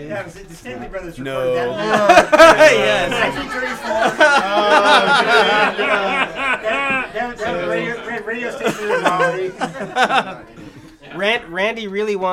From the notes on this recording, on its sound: Episode 11 was recorded at the Ol' Woofie Holiday Party